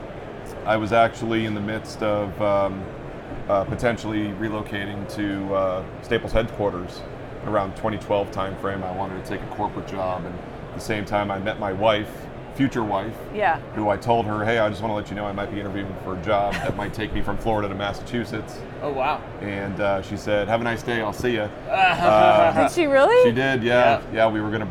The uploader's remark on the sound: Live From NRF 2024